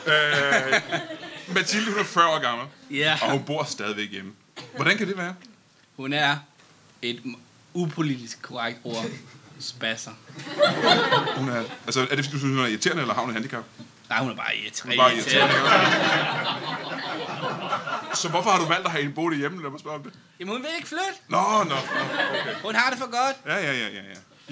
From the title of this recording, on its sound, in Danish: LIVE fra Warberg Comedy Club